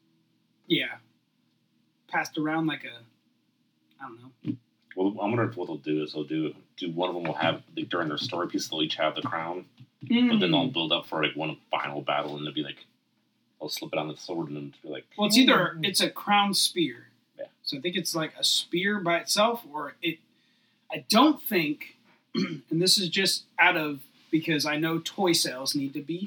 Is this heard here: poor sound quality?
yes